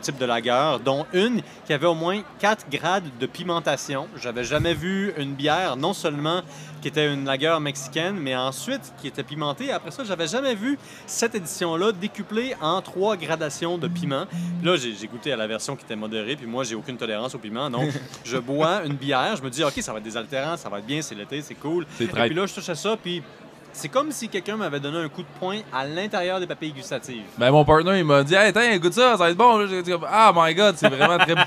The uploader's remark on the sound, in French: Pour le temps d'une bière, votre animateur parle avec Pit Caribou, Pie-Braque et Hop Station lors du Festival des Brasseurs et des Artisans de Québec.